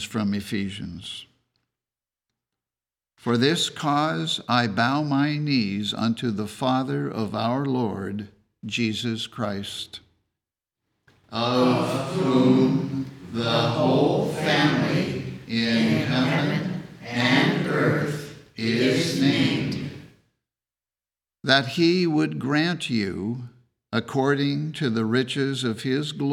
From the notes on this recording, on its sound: The Sunday service audio